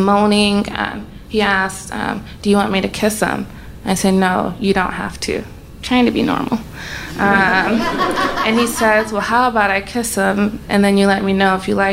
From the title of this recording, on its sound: Live From Seattle 3!